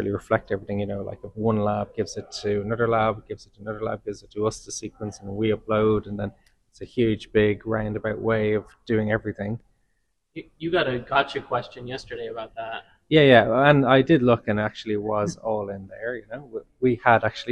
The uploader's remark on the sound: at the Global Microbial Identifier conference (GMI13) in Vancouver Canada